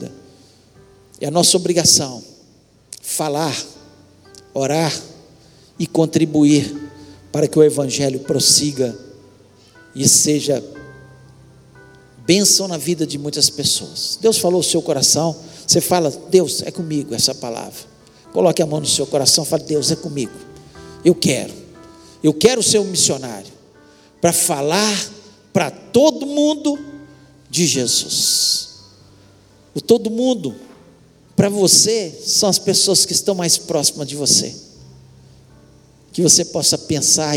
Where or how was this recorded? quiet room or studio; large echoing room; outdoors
large echoing room